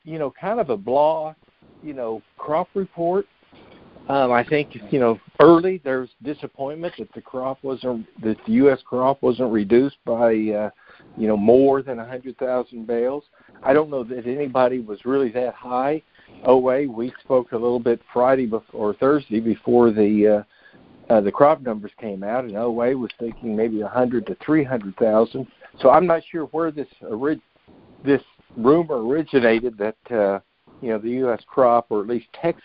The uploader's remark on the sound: Jan 2020 Monthly Conference Call